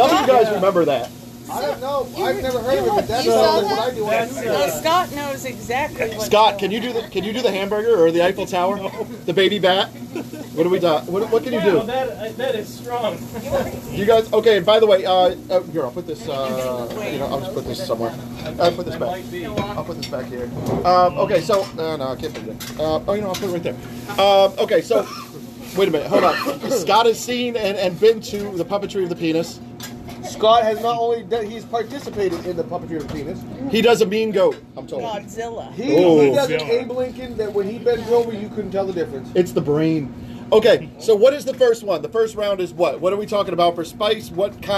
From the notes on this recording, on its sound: Live from ritchies